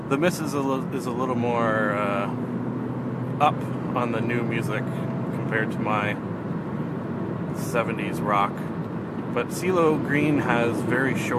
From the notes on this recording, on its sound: Audio quality is not up to my usual standards since if I edited out the "car sounds" like I usually do you can not hear